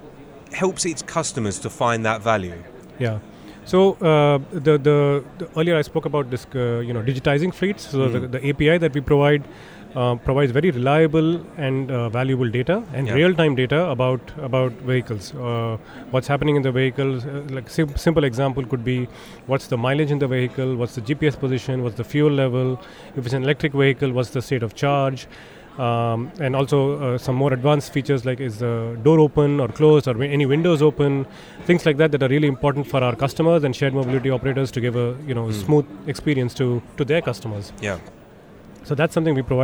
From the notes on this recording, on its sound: Auto Futures Live at Autonomy Paris.